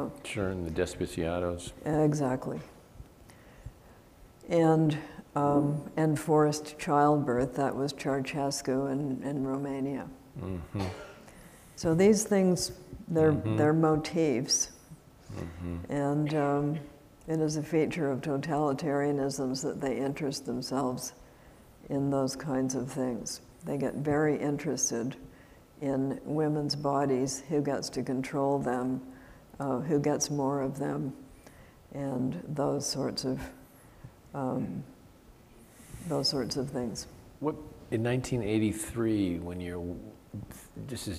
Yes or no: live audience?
yes